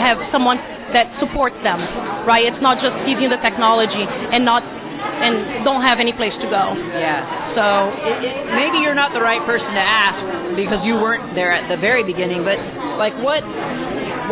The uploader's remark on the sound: Big crowds at this Carnegie Melon event, so the sound quality is not great.